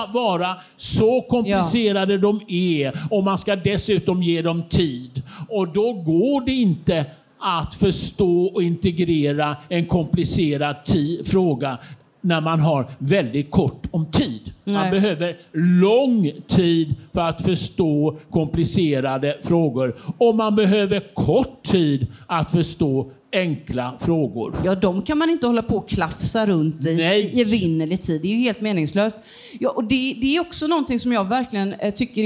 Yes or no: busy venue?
yes